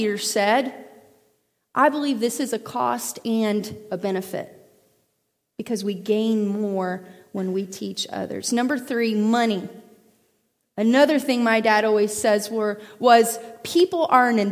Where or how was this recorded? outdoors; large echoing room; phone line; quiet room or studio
large echoing room